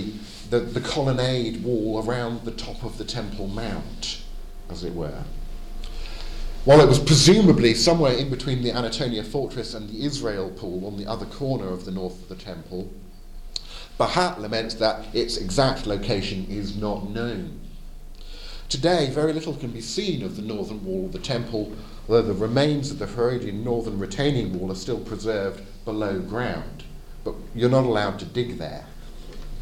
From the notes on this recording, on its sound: Edited audio of my talk at the Advanced Apologetics Network at the 2022 European Leadership Forum in Poland.